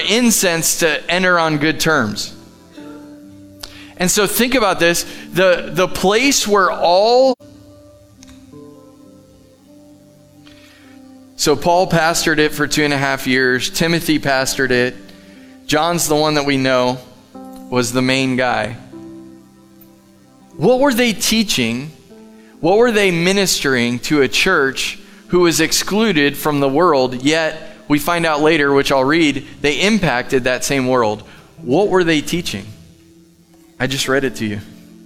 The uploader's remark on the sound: Live from The Summit Church in Dover, OH.